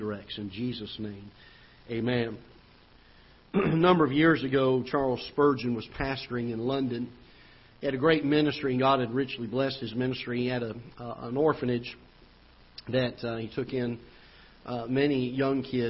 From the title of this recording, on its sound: Ketha Heights Baptist Church ~ Live Broadcast